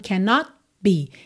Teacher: você quase não ouviu o T de cannot